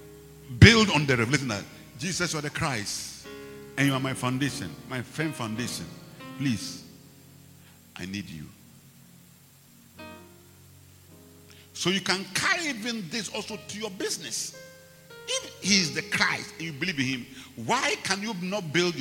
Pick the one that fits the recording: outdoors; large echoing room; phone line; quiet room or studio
large echoing room